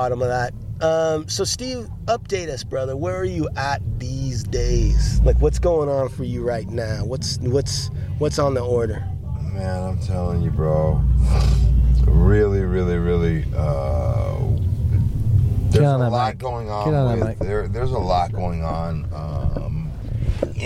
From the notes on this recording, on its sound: DO IT LIVE from the beach